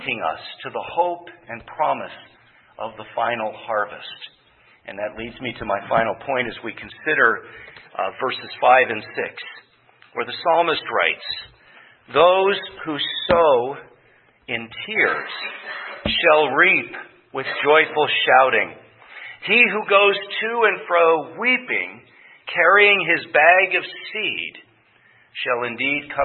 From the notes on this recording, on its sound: preached at Grace Orthodox Presbyterian Church in Sewickley, PA, during the evening Worship Service on Sunday, July 9, 2023.